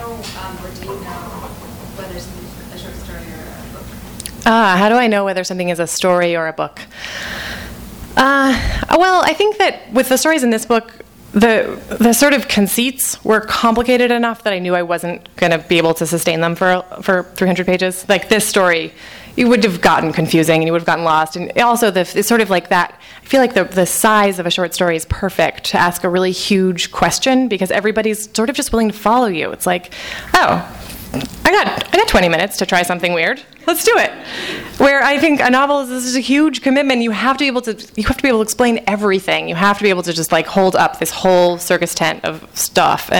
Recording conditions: live audience